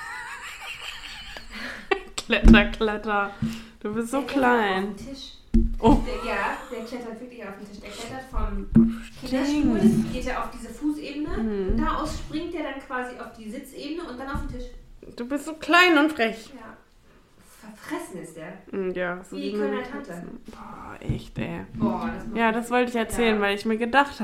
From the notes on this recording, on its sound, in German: wir haben Dackelbesuch bei der Aufnahme.